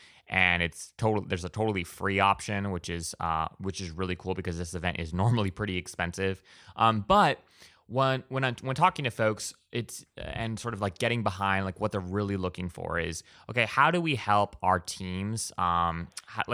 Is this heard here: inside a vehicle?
no